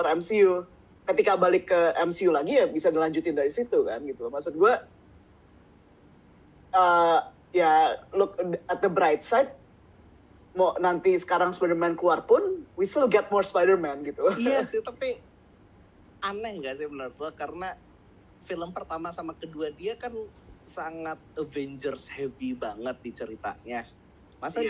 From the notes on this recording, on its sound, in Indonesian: Episode ini direkam melalui koneksi internet yang tidak stabil, maka tolong dimaklumi kualitas suara yang berubah-ubah.